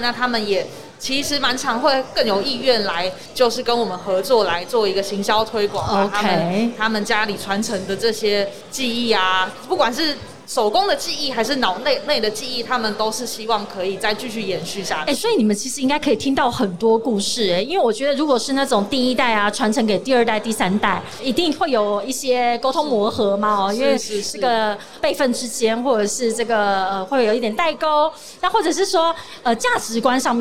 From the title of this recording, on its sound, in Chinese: 2021 Energy Taiwan智慧能源週-Live Podcast